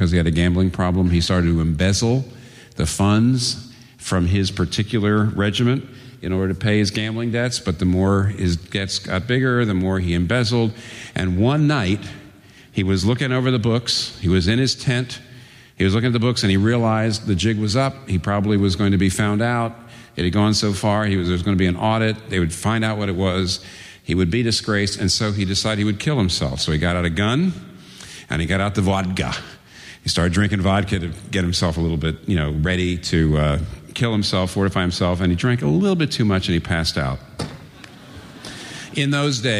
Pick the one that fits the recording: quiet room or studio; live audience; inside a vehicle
live audience